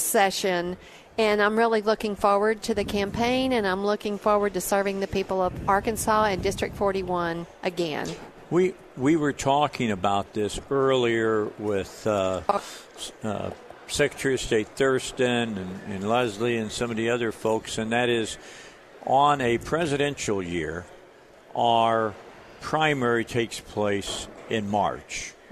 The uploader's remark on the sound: Live at the State Capitol for Filing Day